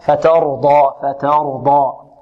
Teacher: التاء هنا مرققة والراء مفخمة، الراء مفخمة لأنها مفتوحة.